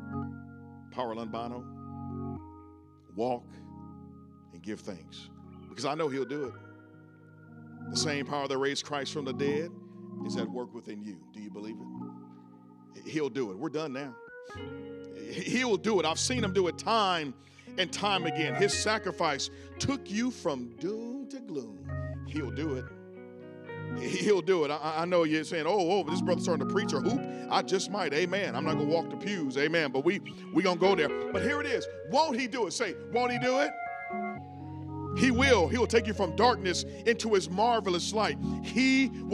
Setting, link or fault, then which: setting, large echoing room